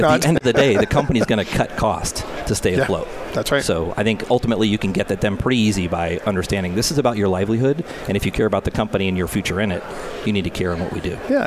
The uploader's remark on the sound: Live From Disaster Recovery Journal Conference 2018. This is hour 3 from the Live broadcast.